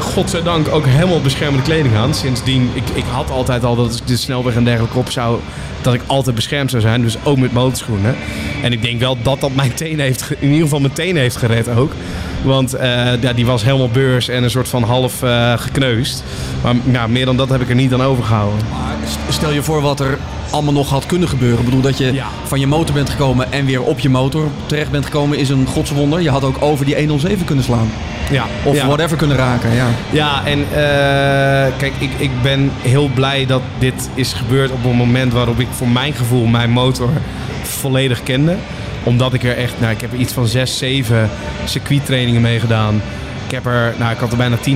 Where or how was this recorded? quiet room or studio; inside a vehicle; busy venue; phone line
busy venue